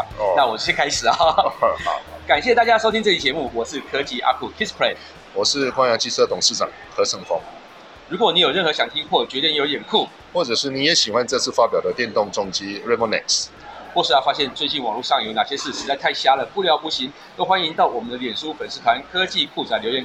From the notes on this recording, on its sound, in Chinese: Kisplay米蘭二輪車展現場直擊！